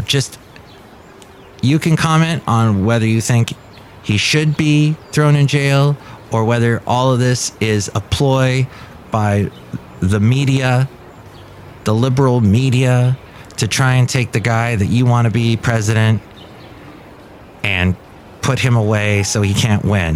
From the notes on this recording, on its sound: podcasts live from Café Anyway